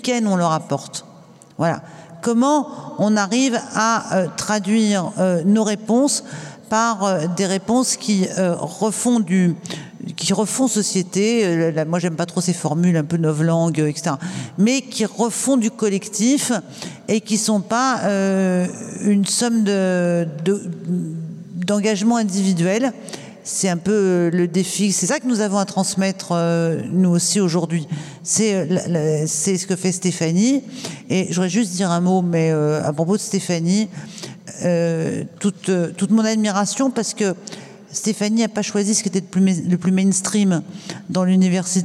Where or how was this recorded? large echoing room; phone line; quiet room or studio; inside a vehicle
large echoing room